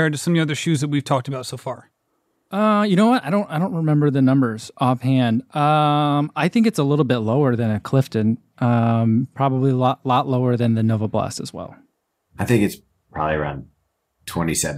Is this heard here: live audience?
no